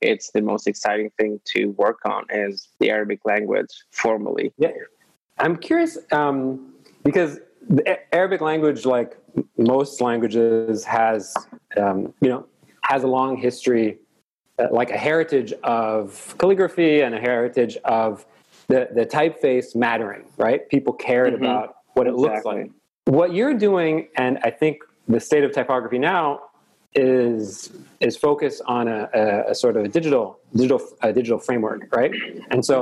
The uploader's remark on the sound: Our long-form interview series, hosted on Zoom. Following the interview there is a moderated town-hall style Q&A with questions coming from the live virtual audience on Zoom.